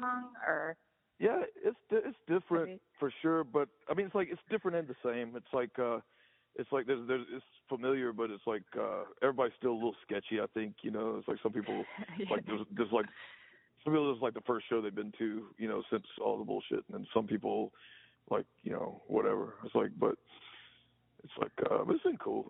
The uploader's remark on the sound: answered the Groovy Ghoul podcast phone call